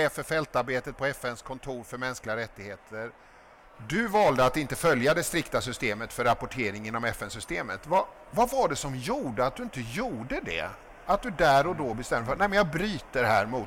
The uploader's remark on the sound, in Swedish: Avsnittet spelades in live på Kvalitetsmässan i Göteborg den 22 november 2023.